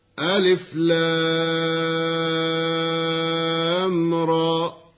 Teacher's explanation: الألف فلا مد فيه. مثال ذلك كما نسمع: ألف لام را، فالألف لا مد فيه، واللام من حروف المد اللازم الحرفي بمقدار 6 حركات، والراء تمد مدا طبيعيا بمقدار 2 حركات